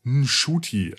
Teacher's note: Das N spricht man kaum aus